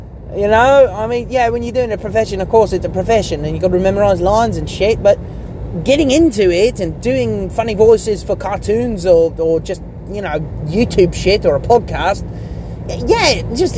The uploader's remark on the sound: Just me screwing about in the car